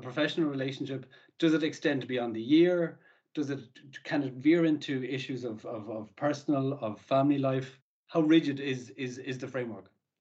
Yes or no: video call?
yes